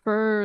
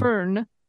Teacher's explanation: Scottish English preserves those vowels before R, like a between fir, the plant, F-I-R, and fern.